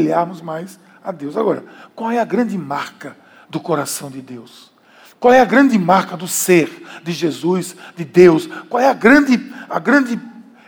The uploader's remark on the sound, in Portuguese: Podcast gravado na PAES Piedade. Na celebração das 19h.